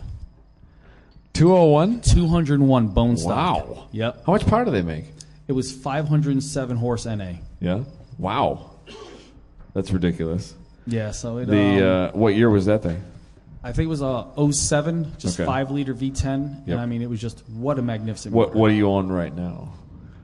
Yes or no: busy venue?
yes